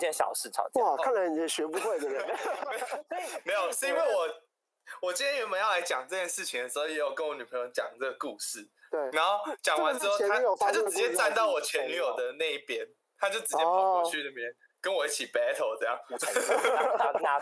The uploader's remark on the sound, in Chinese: 音質受損。連線PART。我們的音訊設備在後半段錄音的時候壞了。